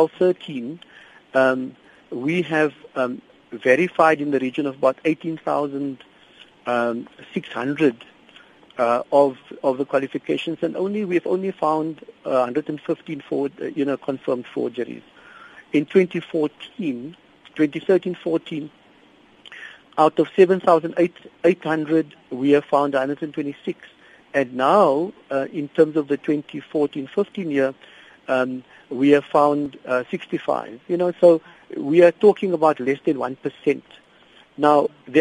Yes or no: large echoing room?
no